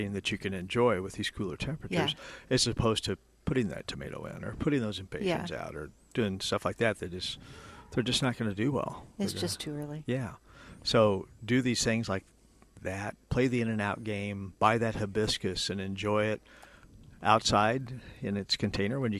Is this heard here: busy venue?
yes